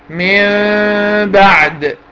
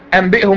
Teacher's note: أقلب النون ميم مع الغنة، مع إخفائها مع الغنة. · Term: الإقلاب